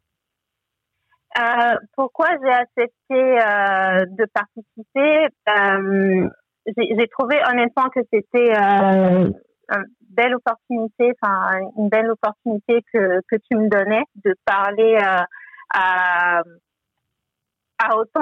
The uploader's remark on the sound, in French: S'agissant d'une conversation téléphonique, nous nous excusons d'avance de la qualité de l'audio.